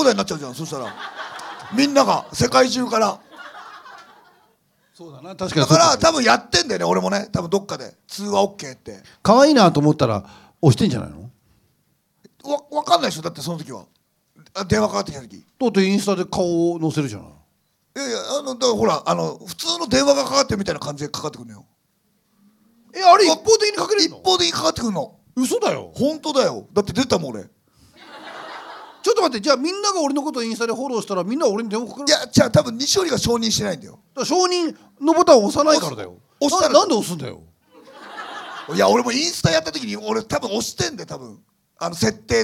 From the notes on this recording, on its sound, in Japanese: 公開収録の模様をお送り致します